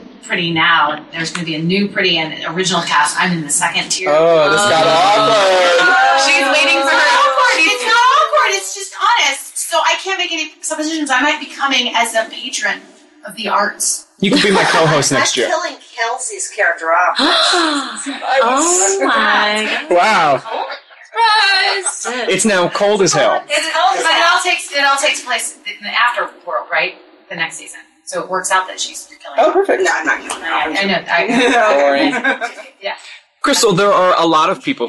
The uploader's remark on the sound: Live from the Hot As Hell web series fan event. Some of the biggest names in web series will be gathered in Palm Springs, California, for the first-ever web series fan event, Hot As Hell. We're taking Soap Central Live on the road for a live on-location show.